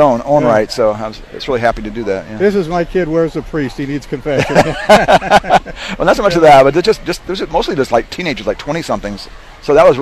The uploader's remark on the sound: Live from the Iowa State Fair 2021